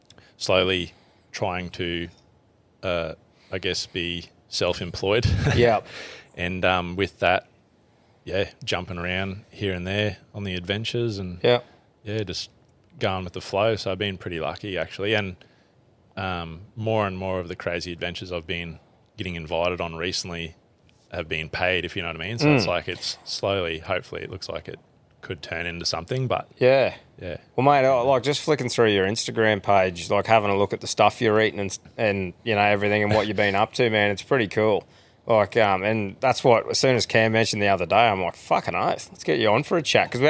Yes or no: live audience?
no